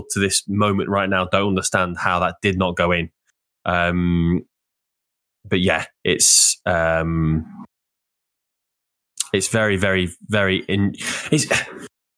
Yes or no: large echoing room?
no